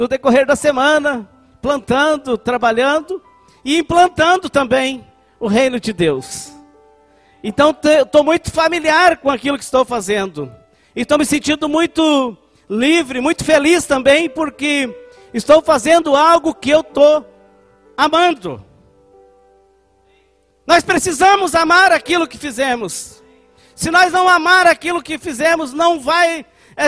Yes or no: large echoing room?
yes